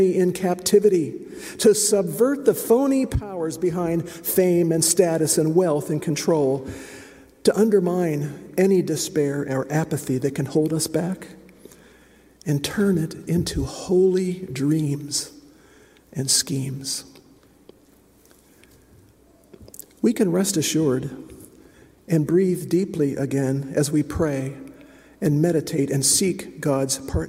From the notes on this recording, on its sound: Preached at The First Presbyterian Church of Brooklyn